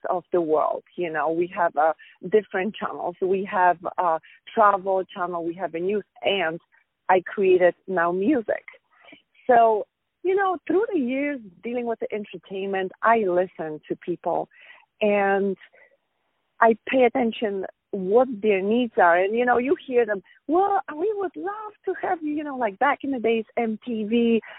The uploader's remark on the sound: On the phone